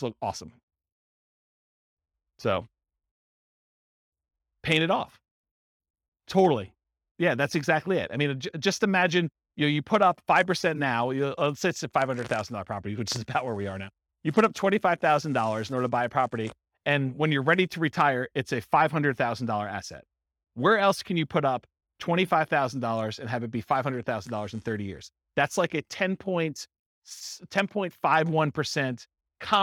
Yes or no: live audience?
yes